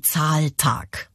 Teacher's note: Der Spondeus, also besteht eben aus zwei betonten Silben und damit ist so ein bisschen, ja, damit ist das Redetempo gedrosselt. · beide Silben werden gleichermaßen betont